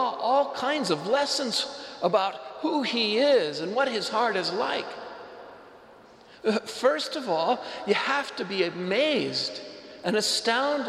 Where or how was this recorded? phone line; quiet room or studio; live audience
live audience